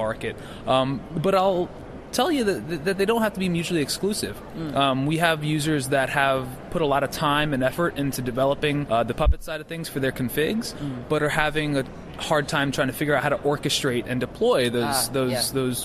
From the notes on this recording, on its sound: at All Things Open conference